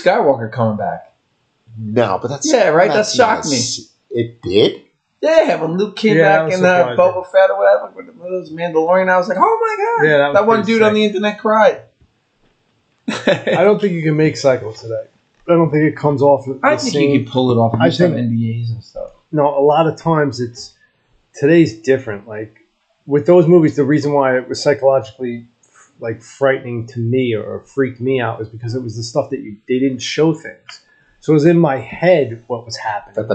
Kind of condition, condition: fault, poor sound quality